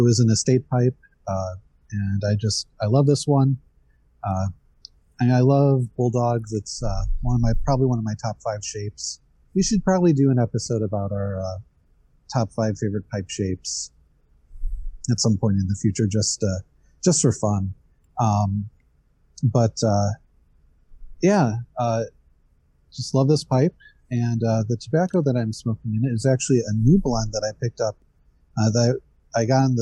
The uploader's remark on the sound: More Mandalorian talk among some general ramblings and technical difficulties. Join us for this pipe club style video/podcast.